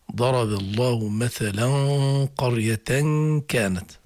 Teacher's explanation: هناك عند القاف غنة مفخمة غنة الإخفاء، عند الكاف غنة ولكنها مرققة